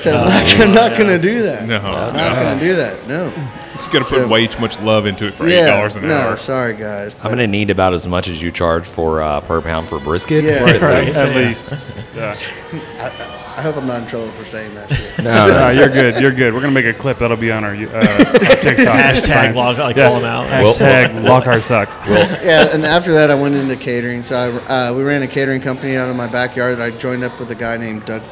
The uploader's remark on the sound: on location at Hurtado Barbecue